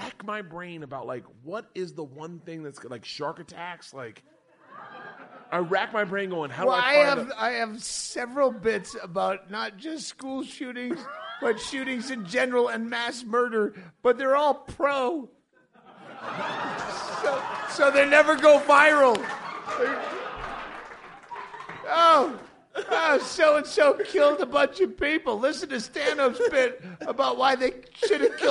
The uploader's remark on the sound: Live from Bisbee, AZ. On stage at The Royale Theater.